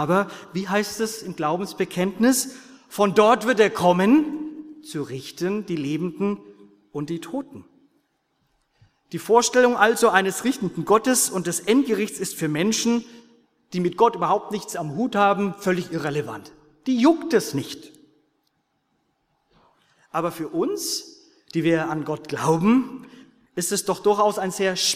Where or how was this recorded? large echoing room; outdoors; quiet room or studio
large echoing room